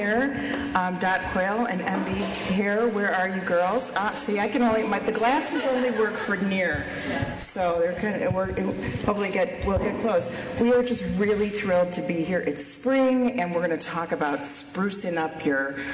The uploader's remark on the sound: LIVE from the hottest home furnishings consignment warehouse in Chicago, Coyle &#38; Herr. LIVE from the hottest home furnishings consignment warehouse in Chicago, Coyle & Herr.